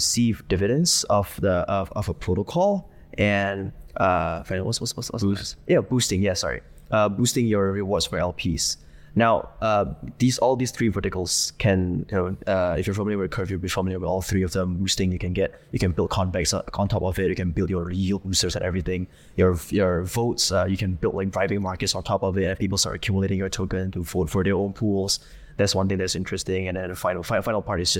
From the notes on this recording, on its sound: live from Token2049 in Singapore!